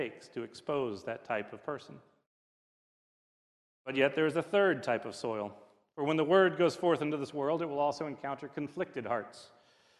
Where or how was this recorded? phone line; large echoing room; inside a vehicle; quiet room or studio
large echoing room